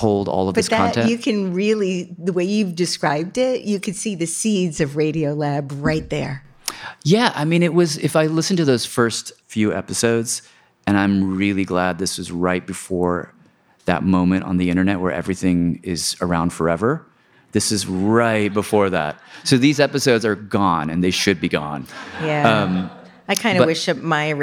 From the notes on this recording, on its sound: joins a studio audience in New York for the Design Matters live tour